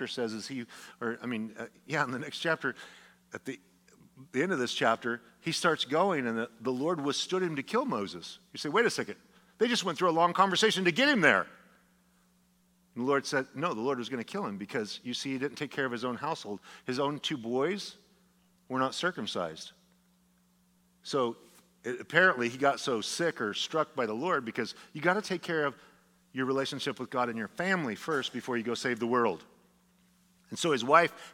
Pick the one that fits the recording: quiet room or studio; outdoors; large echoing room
large echoing room